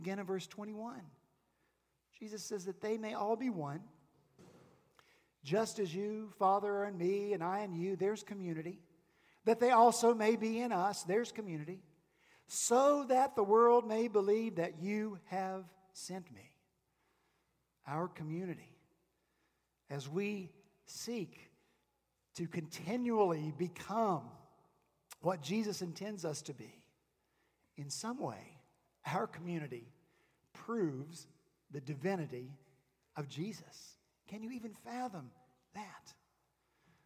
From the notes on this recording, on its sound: this past Sunday, January 19 at Redeemer Presbyterian Church in Charleston, SC.